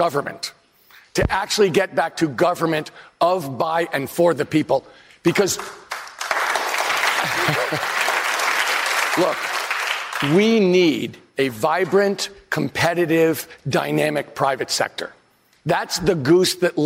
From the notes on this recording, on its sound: answers questions from voters in South Carolina during a live town hall